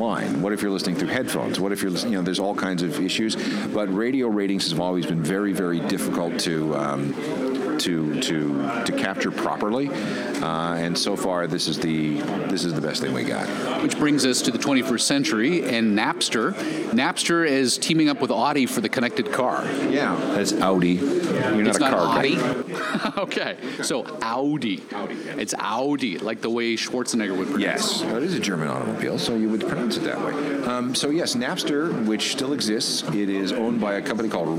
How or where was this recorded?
busy venue